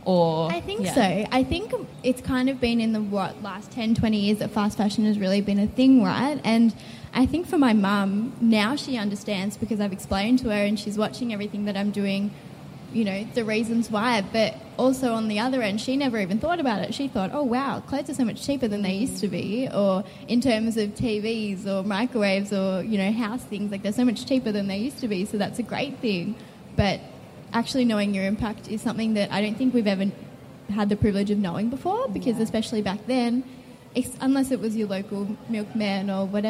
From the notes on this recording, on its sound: LIVE episode recorded as part of this year’s Melbourne Fashion Festival. We took to the public stage.